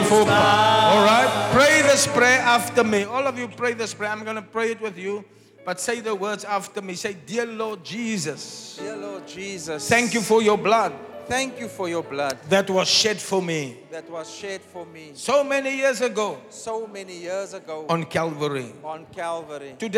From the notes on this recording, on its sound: Preached at the Zion Sanctuary, Cape Town.